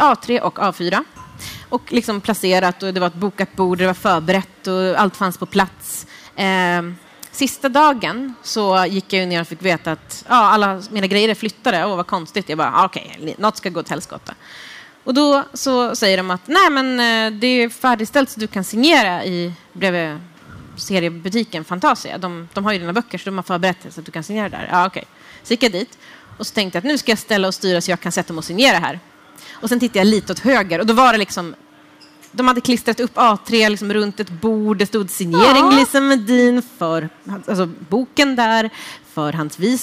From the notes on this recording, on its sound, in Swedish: frågestund inför livepublik